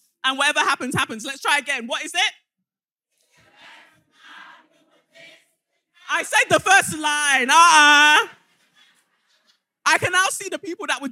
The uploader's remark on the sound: (Manchester Live Show). Third and final live show of 2023, our sold out SYM-posium at Canvas Manchester!